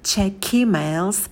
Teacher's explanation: linking у нас конечное согласное к переходит ко второму слову, и получается keymails.